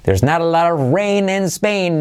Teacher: Las T's como R suave.